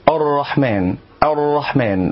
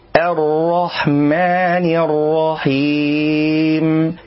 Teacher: تفخيم همزة الوصل من كلمة الرحمن · Shown in: first take · فالبعض يقول الرحمن الرحمن، وهذا خطأ.